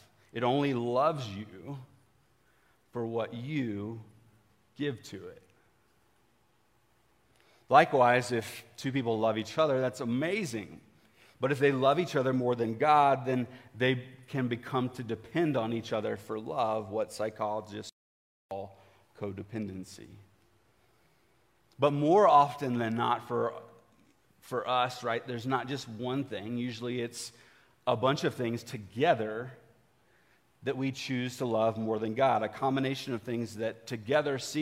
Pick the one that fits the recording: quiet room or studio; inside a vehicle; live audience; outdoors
live audience